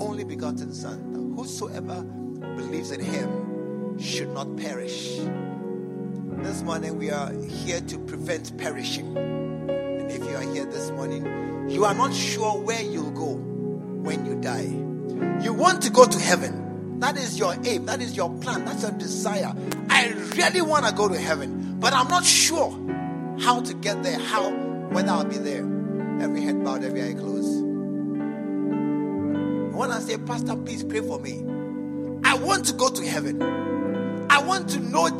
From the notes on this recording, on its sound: preached at the True Vine Cathedral, Bantama